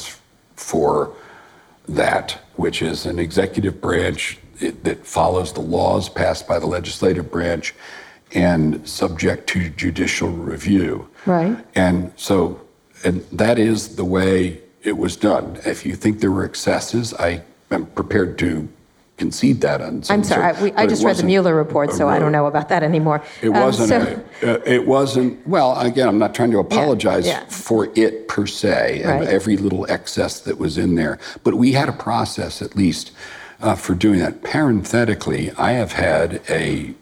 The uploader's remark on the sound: In this live conversation recorded at Harvard University's Kennedy School of Government.